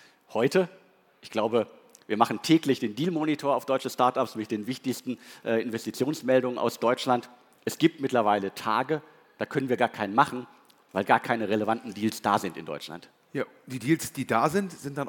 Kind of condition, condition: setting, live audience